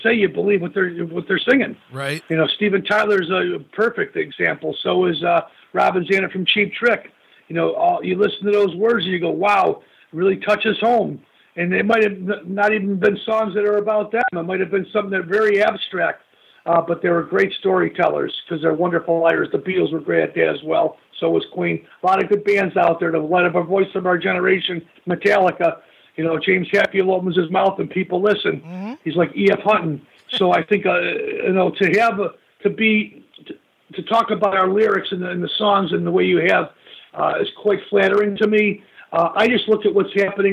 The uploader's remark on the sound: called